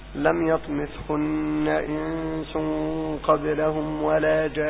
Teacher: تستغرق النون المشددة زمنا اكثر من النون السكن